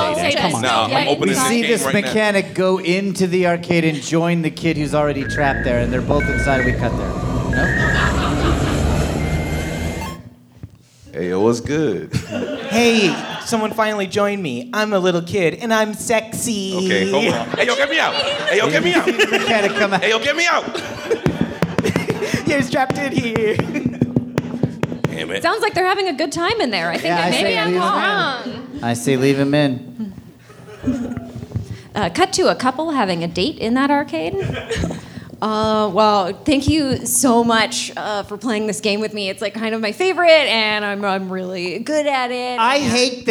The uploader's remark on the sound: The Reactivaders Live show, recorded at the Yard Theater